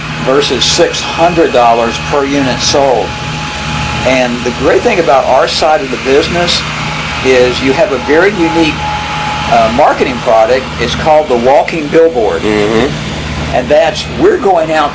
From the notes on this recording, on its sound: Please pardon the golf course maintenance operations in the background, we did our best to minimize the sound!